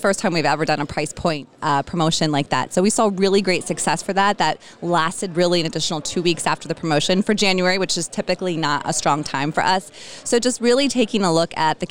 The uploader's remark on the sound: joined me at the Restaurant Leadership Conference recently